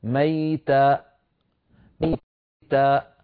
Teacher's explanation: كلمة ميتة لما وقفت عليها قطعت الصوت بإقفال الوترين الصوتيين فخرجت همزة · Term: همزة ساكنة